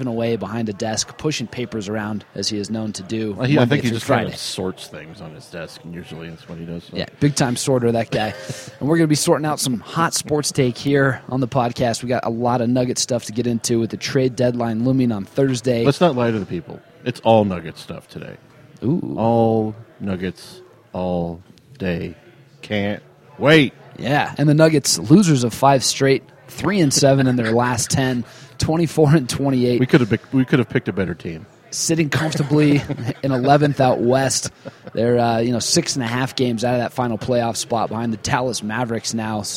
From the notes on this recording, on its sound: Live at Jake's Food & Spirits (3800 Walnut St.) to record this week's show.